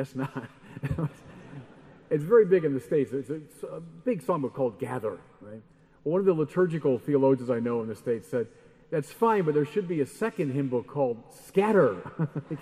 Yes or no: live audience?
yes